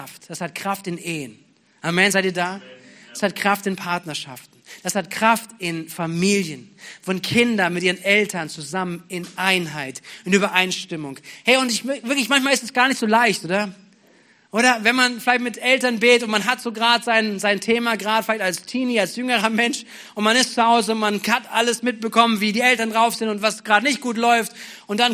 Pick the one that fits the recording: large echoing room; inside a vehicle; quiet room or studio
large echoing room